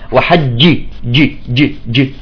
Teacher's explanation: الجيم والياء والشين من من من وسط اللسان